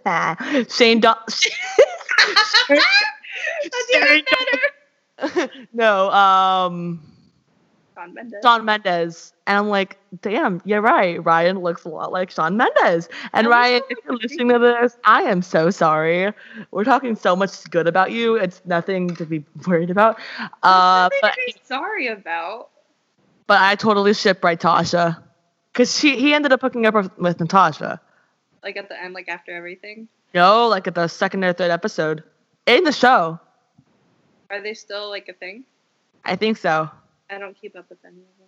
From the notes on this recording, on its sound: the audio in this and the next episode aren't the best